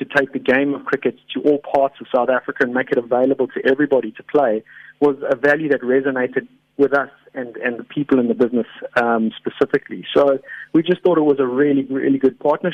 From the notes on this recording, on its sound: GUEST (Phone)